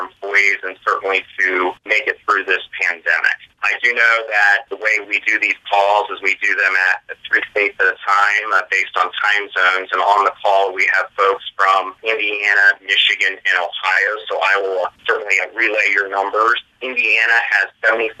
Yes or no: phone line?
yes